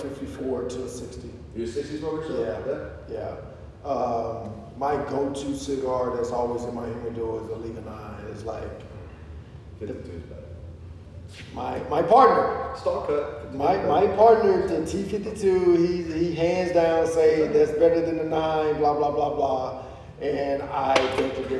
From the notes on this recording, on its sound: Please mind the open air echo